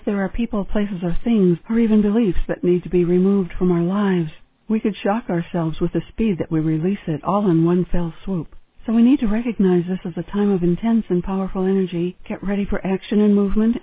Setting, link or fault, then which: link, phone line